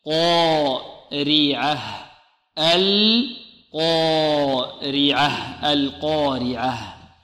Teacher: القاف مفخمة خص ضغط قض، والألف مفخمة لأنها تتبع ما قبلها، والراء مرققة لأنها مكسورة، والعين والهاء مرققتان، إلا أننا نزيد إيضاح الهاء لأنها حرف خفي وضعيف تحتاج إلى إيضاح، نقول هكذا: القارعة، القارعة، القارعة.